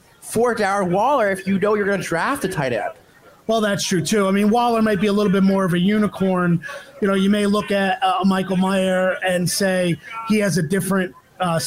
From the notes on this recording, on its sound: LIVE From The Giants 2023 Draft Party.